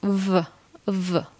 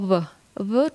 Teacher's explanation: Głoska oznaczona w polszczyźnie literą W wymawiana jest w ten sposób, że dolna warga zbliża się do górnych zębów. · Shown in: first take · Term: dolna warga do zębów